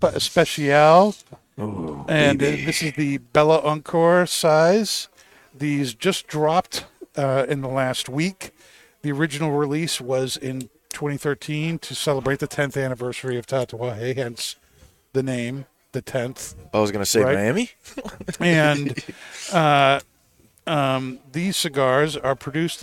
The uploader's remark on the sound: Recorded live from the 7-20-4 Lounge!